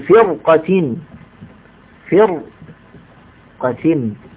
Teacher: الراء ساكنة مكسور ما قبلها، الأصل أن ترقق ولكننا نفخمها لوجود المفخم المستعلي بعدها